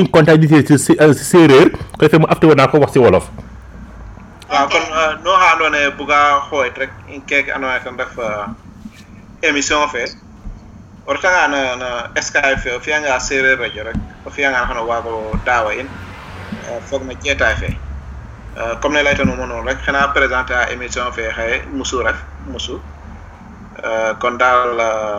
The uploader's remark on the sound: Location of interviewees : Senegal. Our sincere apologies for the background noise.